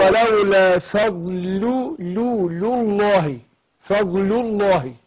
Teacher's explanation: أنا عايز أخلص اللام الأولى اللي هي فيها المرققة من لام لفظ الجلالة المفخمة